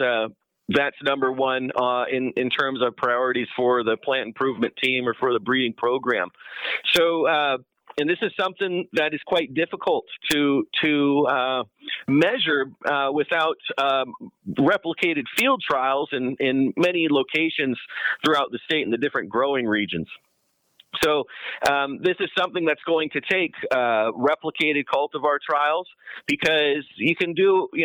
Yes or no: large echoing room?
no